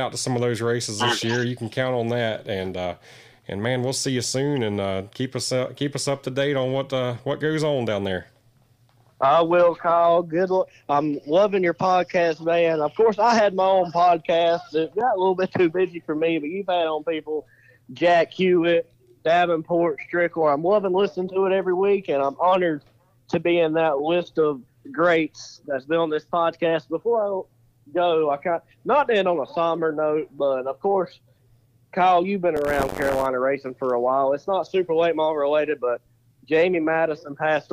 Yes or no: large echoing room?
no